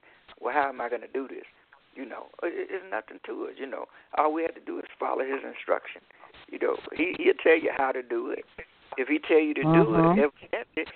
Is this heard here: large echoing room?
no